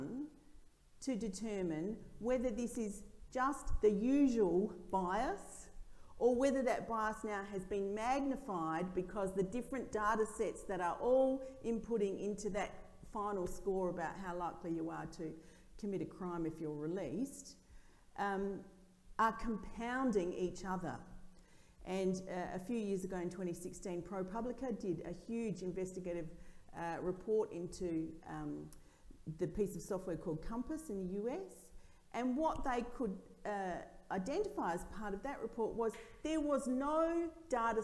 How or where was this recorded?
live audience